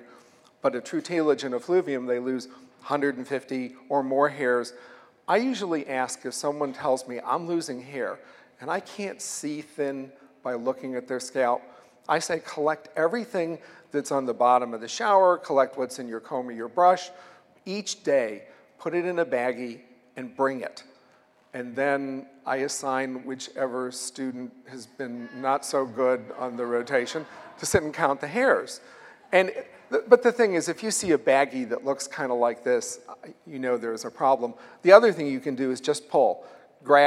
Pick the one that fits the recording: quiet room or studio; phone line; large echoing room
large echoing room